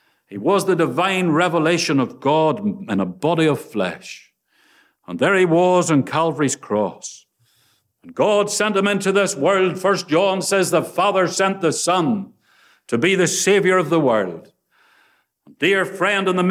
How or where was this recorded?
large echoing room